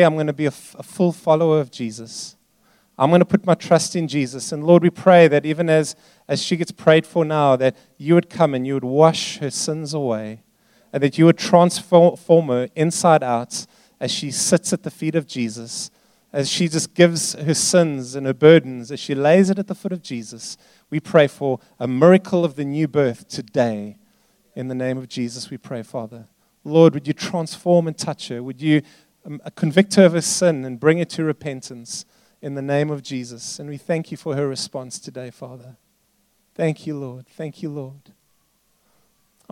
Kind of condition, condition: setting, large echoing room